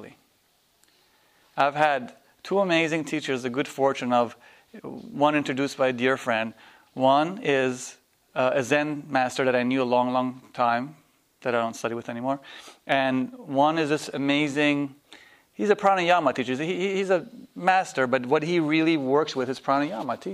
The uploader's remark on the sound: This workshop was recorded on August 7, 2010, at Omega in Rhinebeck, NY. This is the second day of a three-day workshop.